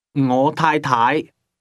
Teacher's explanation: That's pronounced with a combination of mid-level and mid-rising tones.